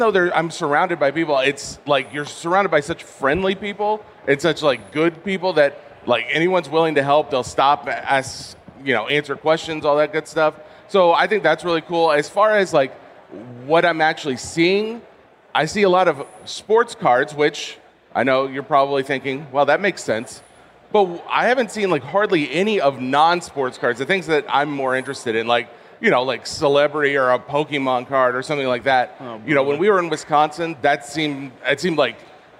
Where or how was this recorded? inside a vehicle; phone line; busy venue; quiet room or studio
busy venue